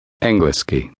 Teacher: Make sure you're saying eng and not ing at the beginning of the word.